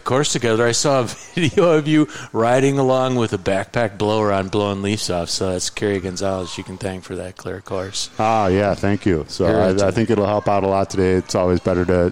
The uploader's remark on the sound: the Danger Gnome Podcast took a field trip out to Lake Geneva to do our best imitation of a bike racer and to record this bit of podcasting